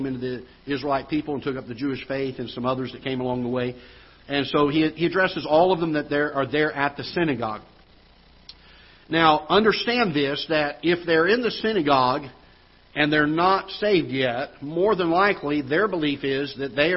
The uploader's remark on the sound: Ketha Heights Baptist Church ~ Live Broadcast